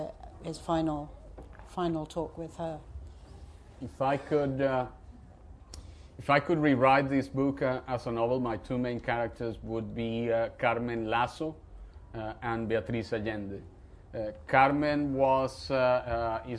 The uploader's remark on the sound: at Edinburgh International Book Festival